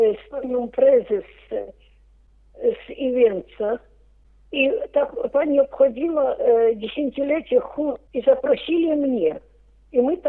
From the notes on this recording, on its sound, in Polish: Rozmowa telefoniczna